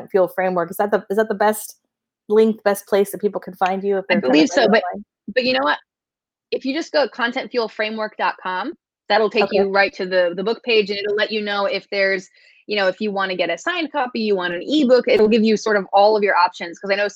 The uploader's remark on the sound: This podcast is a recording of our interview on Facebook Live.